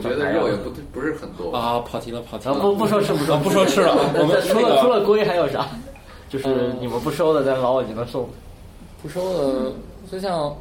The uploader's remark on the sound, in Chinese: 本期节目为在张大妈办公区用录音笔录制，可能有街道上的杂音，请见谅。